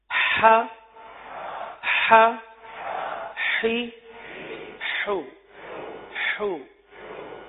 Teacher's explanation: پہلے مخرج سے، کیونکہ اس کا جو مخرج ہے وسط حلق یعنی حلق کا درمیان، حلق کا درمیان یہاں سے یہ حرف ادا ہوتا ہے، تو پہلے حرف کی ادائیگی پھر اس کے بعد حرکت کی ادائیگی.